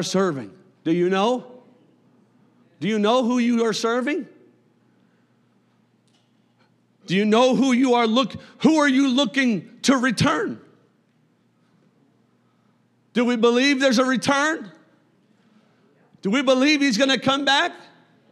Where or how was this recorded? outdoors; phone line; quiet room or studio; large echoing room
large echoing room